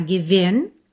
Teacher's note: Do V você já vai pro N, tá?